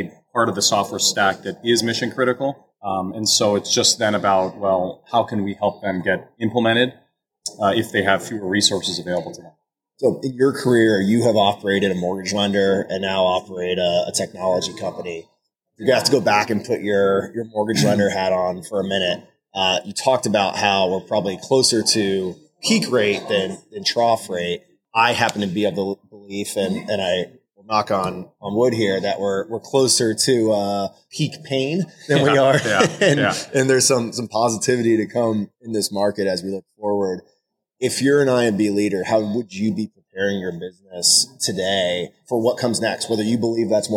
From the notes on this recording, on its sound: Live interview at HousingWire Annual in Austin, TX. In this live interview at HousingWire Annual in Austin, TX.